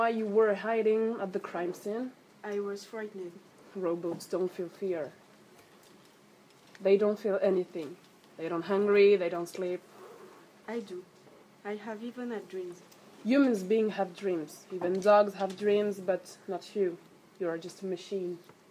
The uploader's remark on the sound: students act a scene live in class